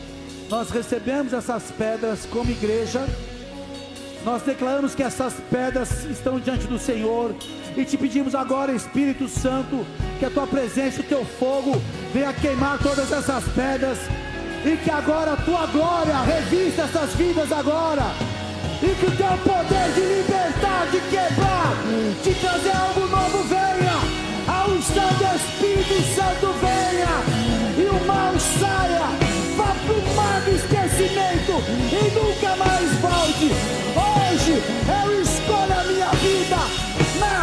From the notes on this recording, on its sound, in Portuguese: Áudio extraído do Culto do dia 25 de JUL de 2023.